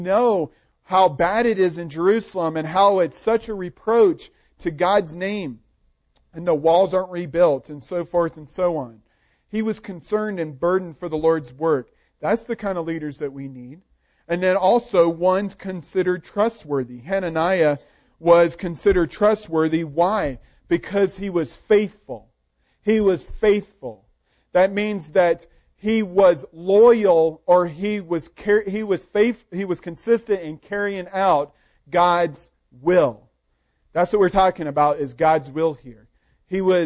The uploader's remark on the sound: Recording of the sermon